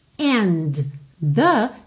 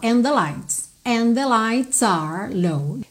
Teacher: And, the, vira um som só